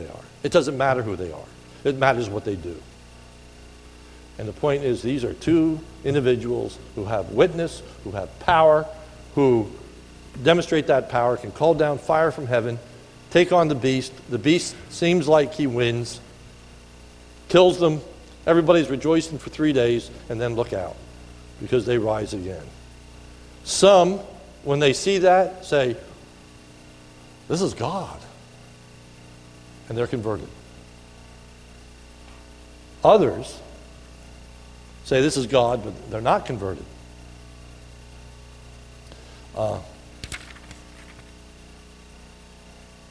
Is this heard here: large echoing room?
yes